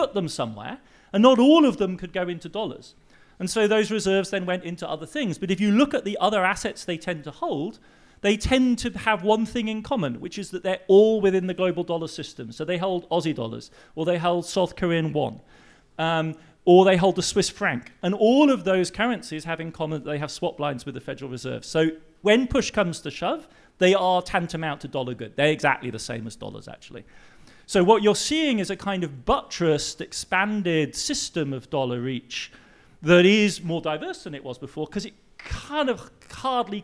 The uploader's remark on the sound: Live From Berlin. This episode is a recording of a live show. At the Prachtwerk in Berlin.